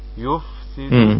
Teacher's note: كلمة مرققة ونراعي صفة الهمس في الفاء والسين